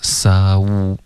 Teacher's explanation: 它的双元音结尾嘴唇要嘟嘴的